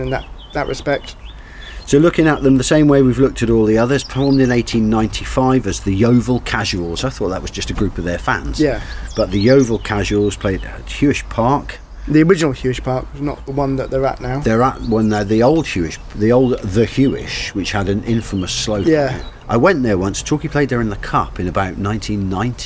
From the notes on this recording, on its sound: A Slow Chat in the Garden. The birds enjoyed listening to the two old men talking their way through the issues of the day while drinking coffee in a sunny garden. Enjoy the sound of two old men sitting in a Paignton garden talking about football.